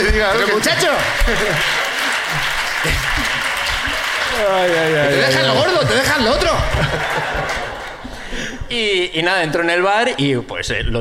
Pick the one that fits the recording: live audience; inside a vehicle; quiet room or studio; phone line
live audience